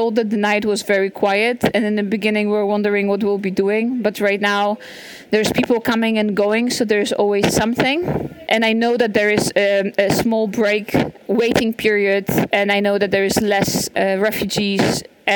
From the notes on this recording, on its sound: Recorded in Kraków, Poland. Volunteering at Kraków train station. I was lucky to record this - it was around 8:30am and the station wasn’t yet heaving. A number of trains from the Polish/Ukrainian border arrived.